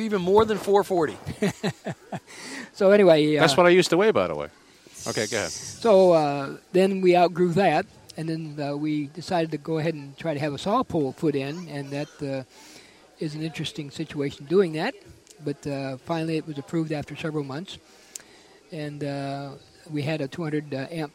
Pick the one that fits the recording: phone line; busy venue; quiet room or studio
busy venue